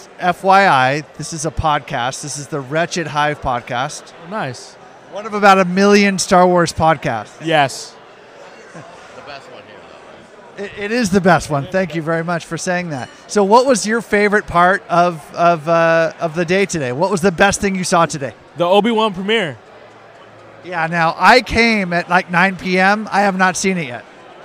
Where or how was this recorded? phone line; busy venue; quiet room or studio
busy venue